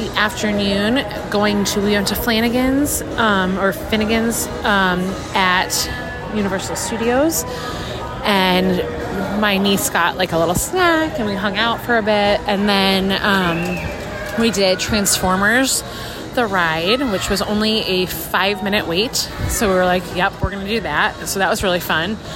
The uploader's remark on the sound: Live From The Parks: Universal Orlando. Live from the parks at the Universal Orlando Resort.